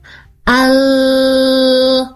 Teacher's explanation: huruf lamnya ya, L-nya, dia akan tetap nempel di langit-langit bagian atas untuk ujung lidahnya sebelum siap huruf H